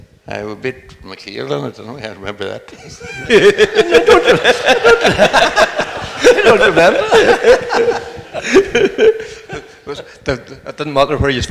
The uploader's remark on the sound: Recorded in front of an audience. Held in the magnificent setting of the The Stables motorsport museum in Donegal.